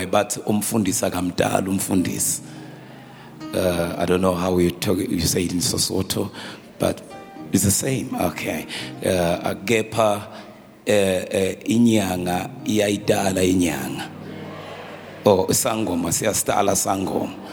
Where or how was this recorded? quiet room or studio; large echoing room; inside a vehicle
large echoing room